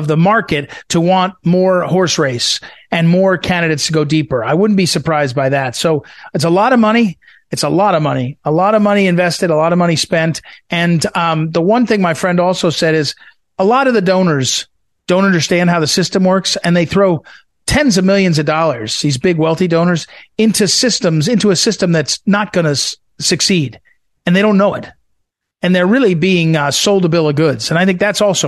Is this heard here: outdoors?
no